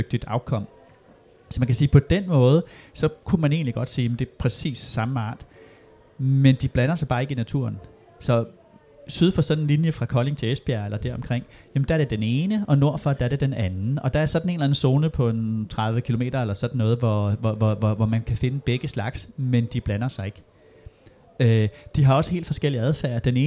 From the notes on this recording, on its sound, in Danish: Podcasten er taget på Folkemødet.